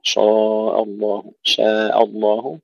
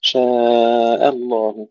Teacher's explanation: ترقيق الشين وترقيق الهمزة · Shown in: second take